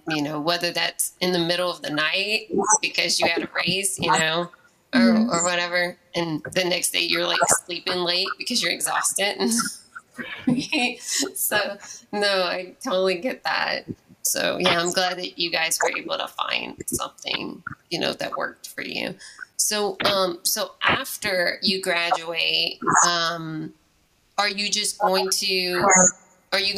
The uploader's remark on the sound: This podcast episode has many sound issues which I'm not proud of. My mic had some weird feedback and due to my limited resources, I was not able to get this professionally fixed. Her parts sound great but my parts, not so much.